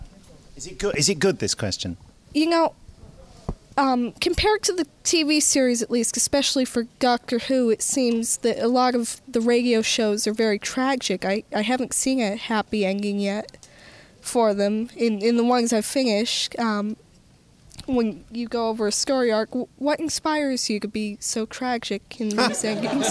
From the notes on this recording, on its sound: They also present the second and final slab of audio gold from the Gallifrey One Doctor Who convention in LA.